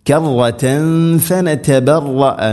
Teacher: കറ കറതൻ ഫനതബറ ഇങ്ങനെയല്ല, കറ റ കനപ്പിച്ച് ഉച്ചരിക്കണം.